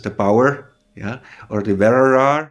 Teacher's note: Die sprechen dann ein retroflexes R.